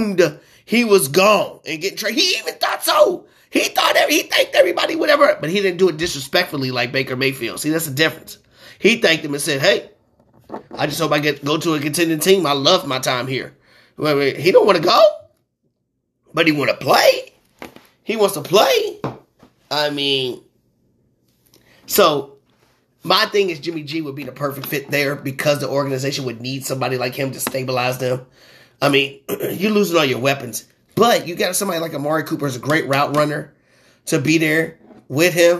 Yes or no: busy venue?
no